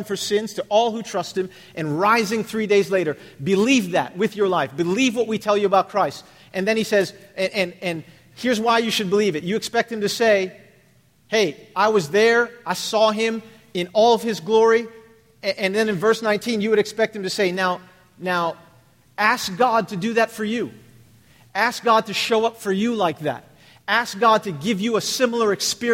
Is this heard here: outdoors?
no